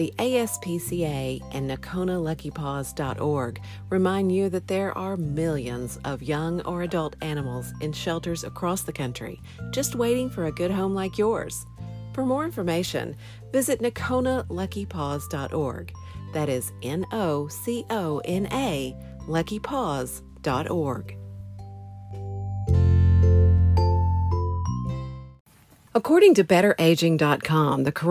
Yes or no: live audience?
no